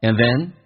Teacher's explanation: and 不被强调，一般说成 and 鼻音轻轻点一下